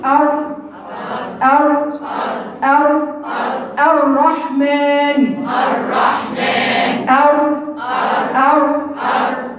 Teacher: اعمل حته مفتوحه ما بين لساني وما بين الليسه بتاعت الثنايا العليا